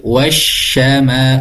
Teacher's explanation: Wasyama ada suara nafas yang menyembur. · Term: shin besar